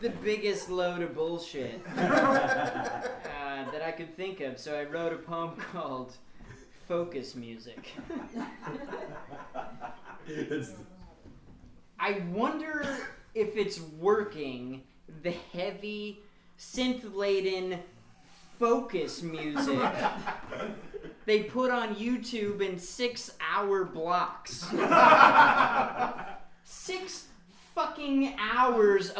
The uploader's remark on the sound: Drunk In A Midnight Choir Reading. Book release reading. This is the audio from that event.